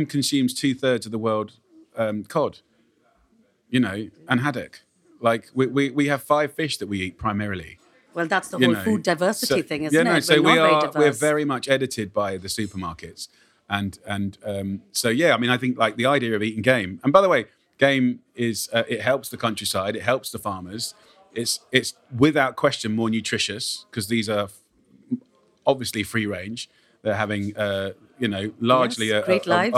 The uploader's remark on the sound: recorded on location at his new restaurant.